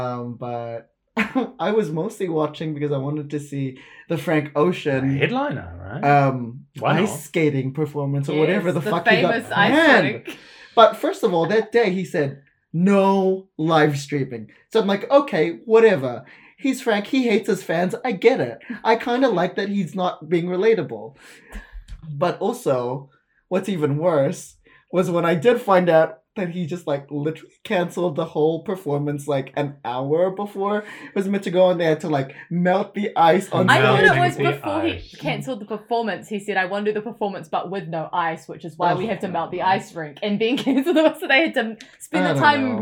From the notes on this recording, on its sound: Heads up, the audio sounds a little different this episode! We don't think it's hugely distracting but just a little mic mix up.